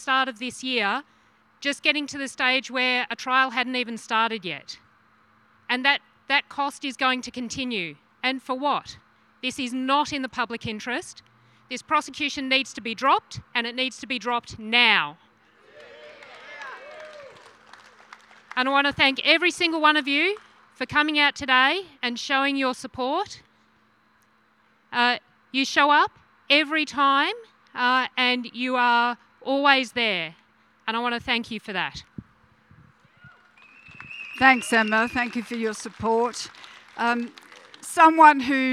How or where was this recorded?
outdoors